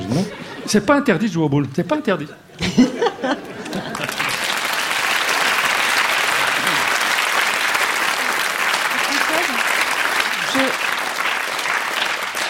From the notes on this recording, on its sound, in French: Une émission enregistrée en public au studio 105 de la Maison de la radio.